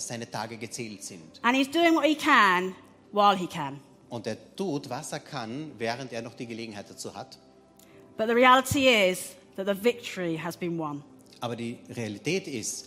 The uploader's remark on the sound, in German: Gottesdienst live aus der LIFE Church Wien.